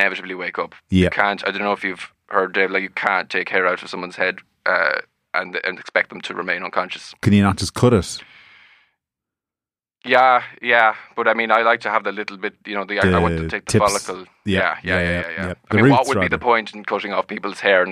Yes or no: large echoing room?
no